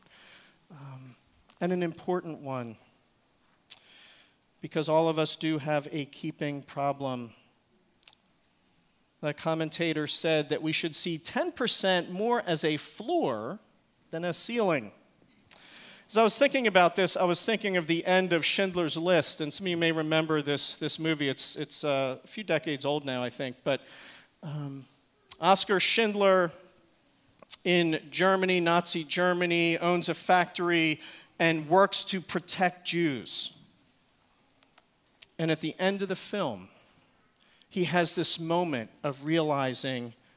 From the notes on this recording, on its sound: Recorded service